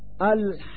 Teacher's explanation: فإن القاف من هذه الكلمة مثقل وحركته ثقيلة، ولذا يسمى هذا المد مثقلا، بمعنى أن حرف القاف من هذه الكلمة مضغوط فهو مثقل.